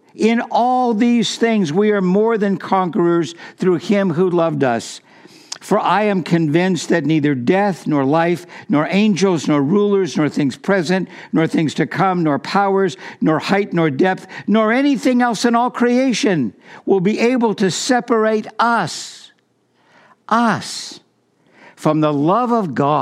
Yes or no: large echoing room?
yes